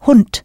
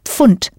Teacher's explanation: Final D's do sound like T's. Think of Hund, dog, Mund, meaning mouth, and Pfund, pound, all written with a final D.